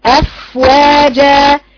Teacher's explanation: وضعت الثنايا على الشفة السفلى على الشفة السفلى وليس في باطن الشفة وليس في باطن الشفة ما عدا مراعاة اللي هو زمن الرخاوة · Term: مخرج الفاء